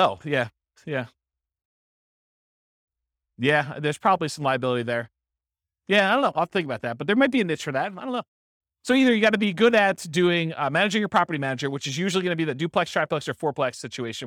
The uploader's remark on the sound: This was a live class recorded